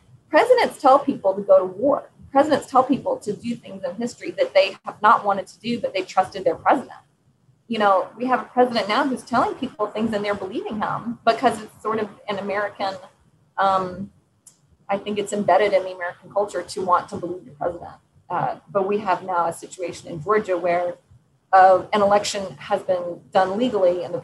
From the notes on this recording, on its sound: Apologies for the audio issues in this episode.